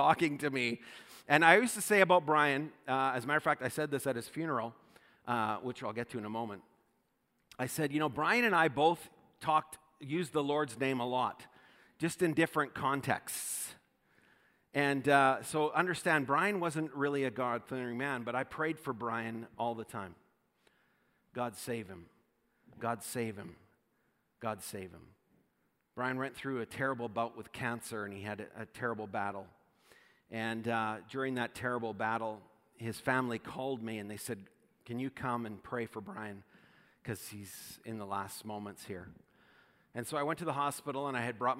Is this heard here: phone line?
no